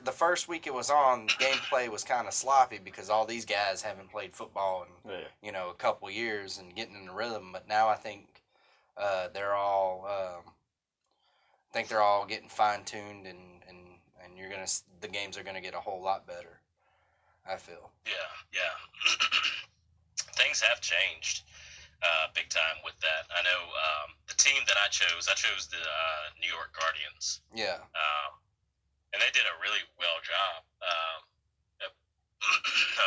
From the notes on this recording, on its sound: In this episode of the podcast we try a new recording technique which has brought you the shit quality that no other podcast promises. If you can get past the horrible audio in this podcast then you are truly a fan and we thank you.